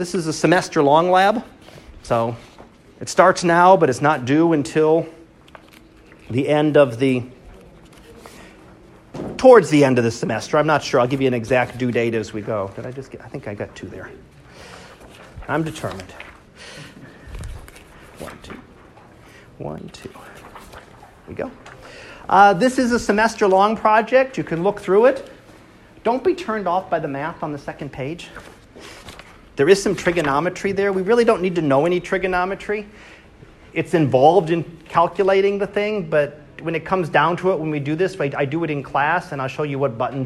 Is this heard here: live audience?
yes